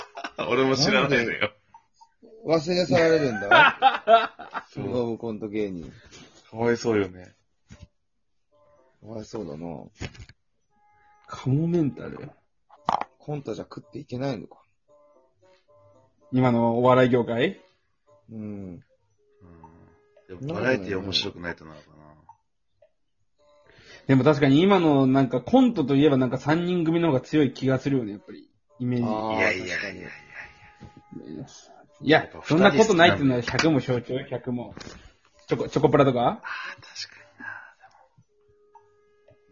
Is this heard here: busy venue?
no